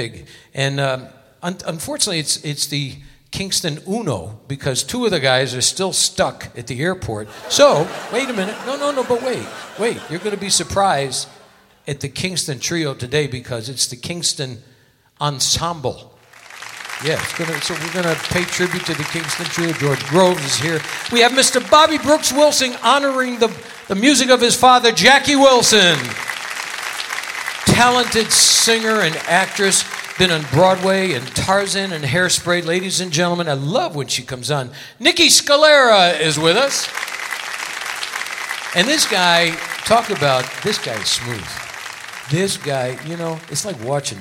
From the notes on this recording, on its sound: Live at the Southpoint Casino